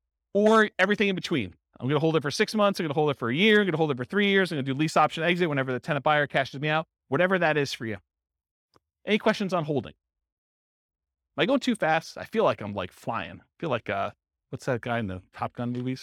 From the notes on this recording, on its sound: Real estate investors and real estate entrepreneurs in San Francisco, California. This was a live class recorded to give investors a solid qualitative overview of all the different real estate investing strategies.